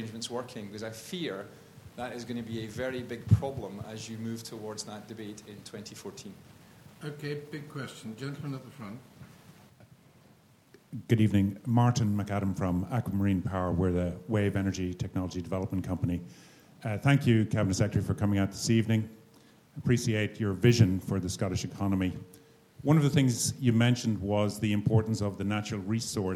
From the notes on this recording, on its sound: the David Hume Institue Seminar Q&A